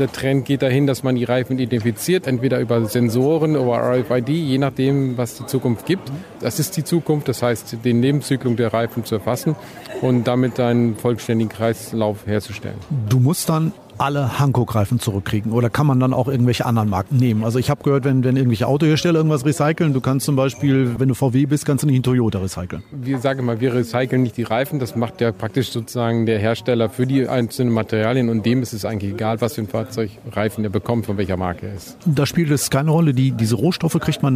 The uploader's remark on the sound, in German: Vortrag auf der zweiten VDE E-MOBILITY CONFERENCE in Bad Vilbel